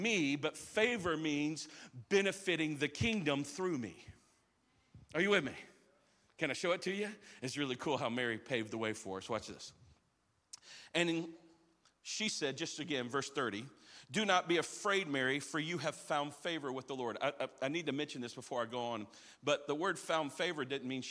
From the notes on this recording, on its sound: live from our 10am service at our Alpharetta campus on Sunday, December 17th!